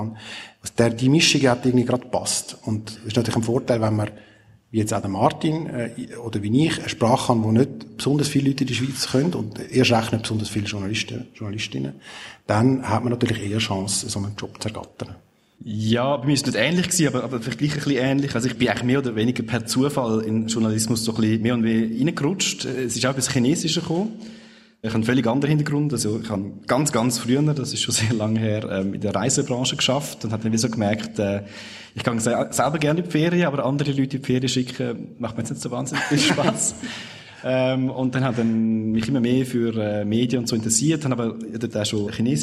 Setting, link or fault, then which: setting, live audience